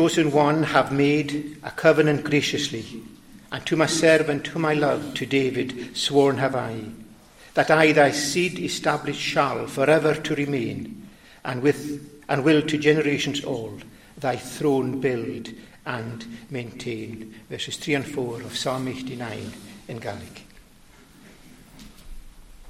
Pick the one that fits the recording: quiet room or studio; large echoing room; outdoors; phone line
large echoing room